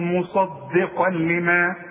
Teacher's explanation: خلاص ادغام كامل بدون غنة